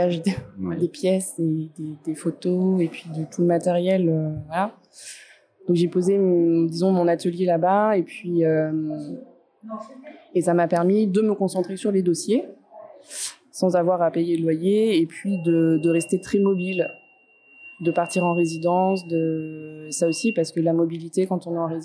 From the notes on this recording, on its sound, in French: Enregistré au Centre Pompidou dans le cadre du Festival Hors Pistes.